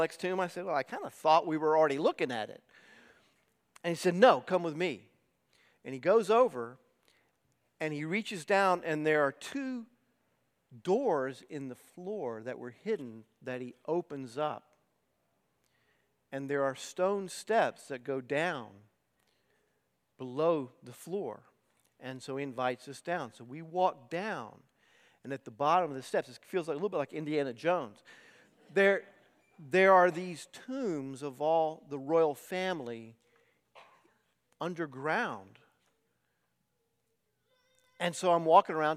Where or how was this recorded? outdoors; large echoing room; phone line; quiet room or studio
large echoing room